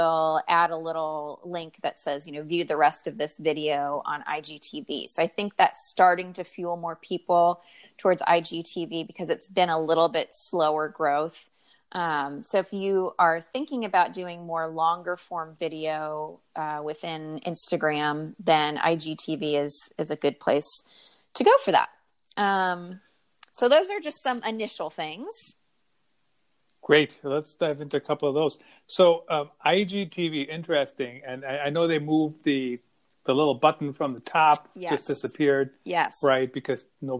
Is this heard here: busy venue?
no